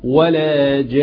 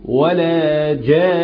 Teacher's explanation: لابد أن تنطق نونين مش نون واحدة · Shown in: second take · Term: الحرف المشدد